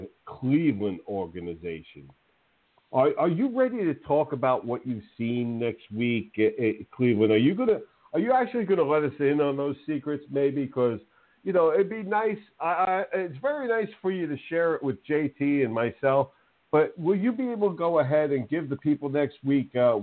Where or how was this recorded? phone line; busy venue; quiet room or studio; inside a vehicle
phone line